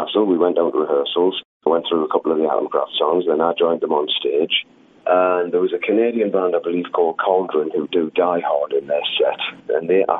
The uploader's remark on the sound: This interview was recorded by phone